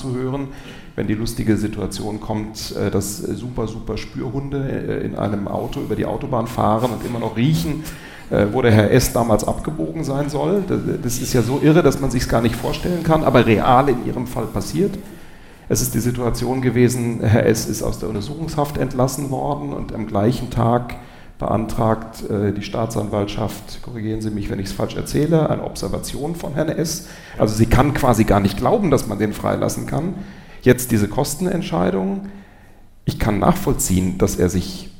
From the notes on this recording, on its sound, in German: live beim SWR Podcastfestival